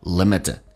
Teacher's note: 而且那个 t 要浊化，在美式发音